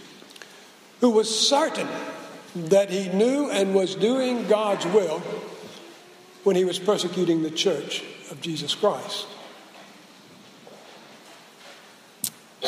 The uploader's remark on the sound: Preached at SBRPC on 2/14/16